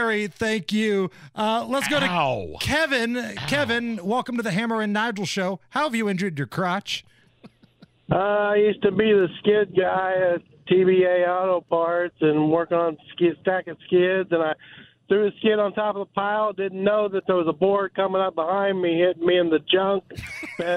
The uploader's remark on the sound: Listeners call